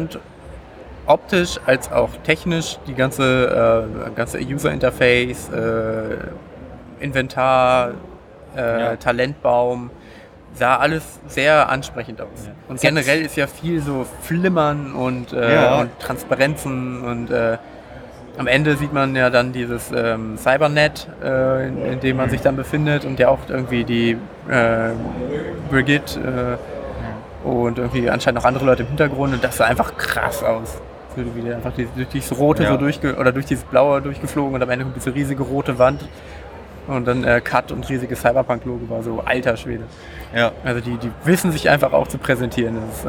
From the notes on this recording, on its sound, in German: Gamescom 2019! Waren für drei Tage in Köln und berichten für euch „live“ von der Messe.